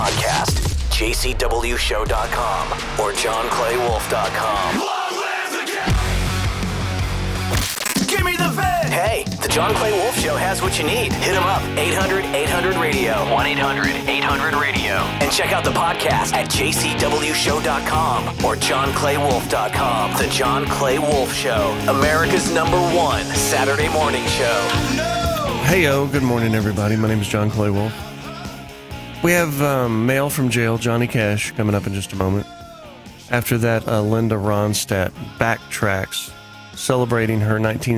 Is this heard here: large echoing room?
no